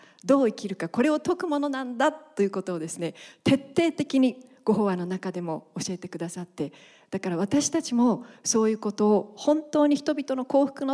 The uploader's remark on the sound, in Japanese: 30周年記念公開録音。In横浜正心館。横浜正心館にて、公開録音を行いました。イベント会場で募集した「愛」のエピソードを紹介しています。